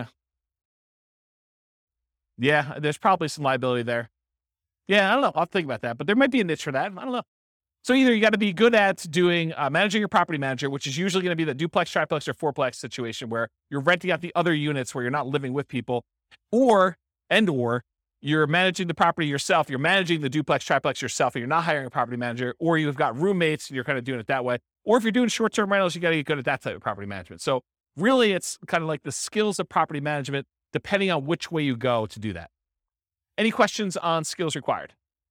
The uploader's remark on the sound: This was a live class recorded